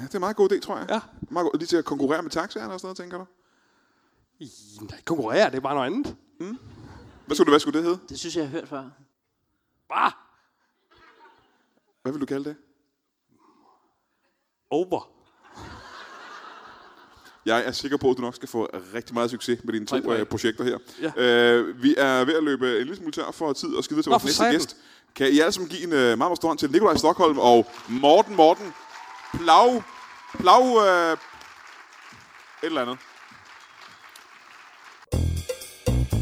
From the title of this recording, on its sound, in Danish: LIVE fra Portalen i Greve